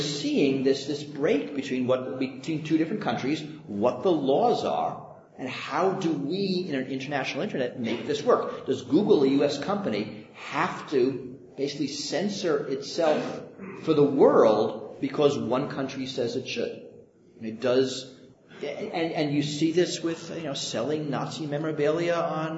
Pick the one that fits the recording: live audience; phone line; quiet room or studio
live audience